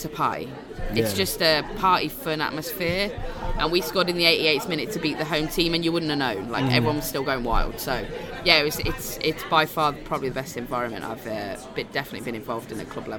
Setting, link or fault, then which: setting, busy venue